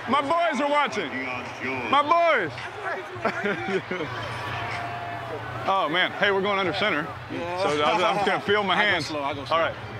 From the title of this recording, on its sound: Best Mic'd Up Sounds of Pro Bowl, 2018